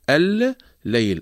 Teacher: أدغمنا اللام في اللام أصلها الليل، الليل، أدغمنا اللام الأولى في اللام الثانية وشددنا اللام الثانية فأصبحت الليل · Term: إدغام المتماثلين